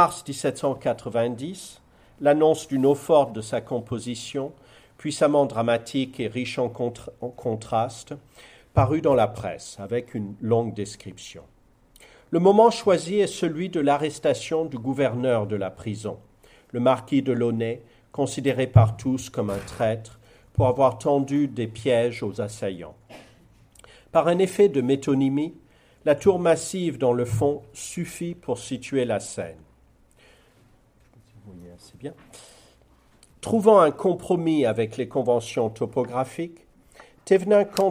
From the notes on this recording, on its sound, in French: l’invité à l’ENS de Lyon pour cette conférence